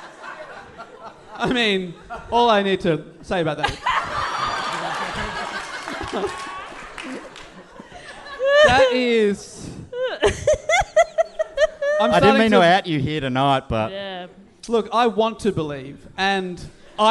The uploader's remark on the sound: Recorded live at the Giant Dwarf Theatre in Sydney, this episode was so much fun.